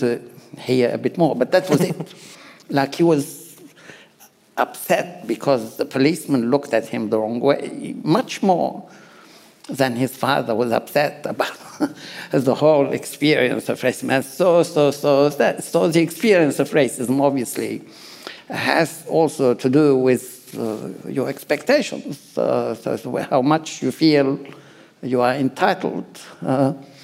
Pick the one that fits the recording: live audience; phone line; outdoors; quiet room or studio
live audience